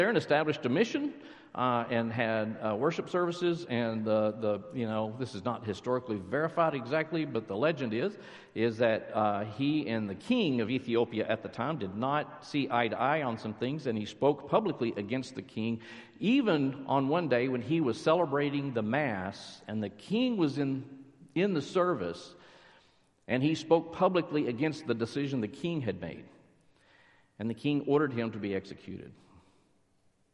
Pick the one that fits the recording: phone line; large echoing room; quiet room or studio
large echoing room